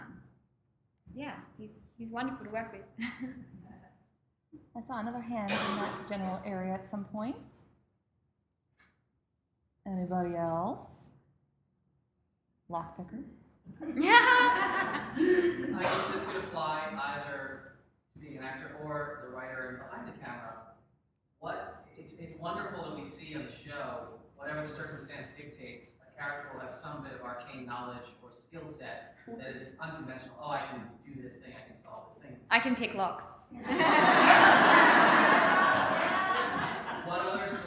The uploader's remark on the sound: Live at Miss Fisher Con